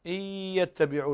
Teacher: إدغام وغنى بمقدار حركتين، إدغام بغنى لأن من حروف ينمو نون ساكنة وبعدها الياء